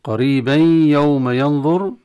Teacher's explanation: إدغام التنوين في الياء، إدغام بغنة